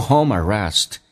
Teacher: 那么 home 跟 and 可以说成 homen 有一个连音